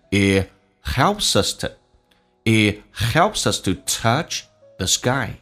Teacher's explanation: to touch the sky.它帮助我们触及天空，那这个触及天空意思是呢，就是来追逐自己人生的梦想，reach for yourdream。来看一下 it 的 i 用降调读 it helps us 有一个连音 to 在口语化当中一般说成 t 加个 a